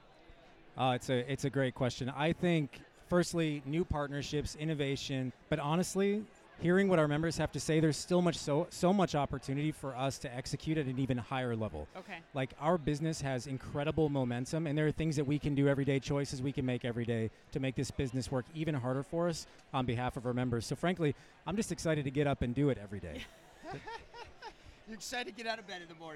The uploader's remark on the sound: Live From eTail